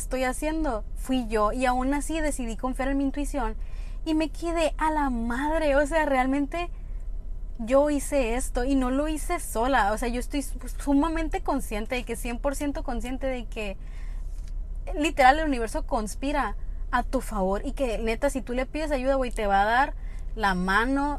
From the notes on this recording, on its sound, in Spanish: el audio no es el mejor del mundo (voy manejando mientras platicamos)